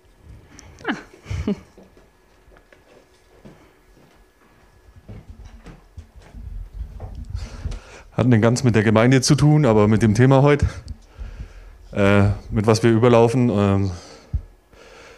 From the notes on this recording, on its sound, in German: Abendmahls-Gottesdienst. Oktober 2023 aus der Freien evangelischen Gemeinde Augsburg-Mitte.